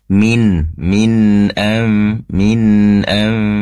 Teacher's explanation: Disempurnakan nunnya min, ditahan dulu ya. Atau durasi penempelan ujung lidah bawah ke langit-langit, karena itu tempat keluarnya nun, durasinya ditambah sedikit durasi penempelannya · Term: izhar halki